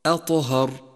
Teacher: صفة القلقلة لحرف الطاء من كلمة أطهر، أطهر، جاءت ساكنة في وسط الكلمة